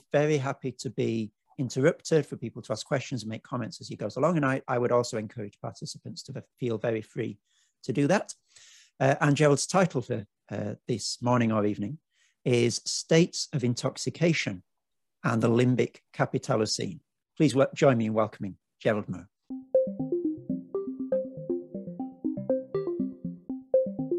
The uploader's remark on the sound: The seminar took place over Zoom